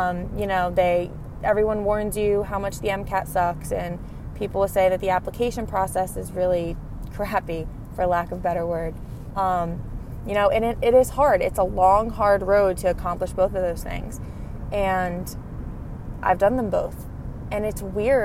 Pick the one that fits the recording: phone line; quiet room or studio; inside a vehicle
inside a vehicle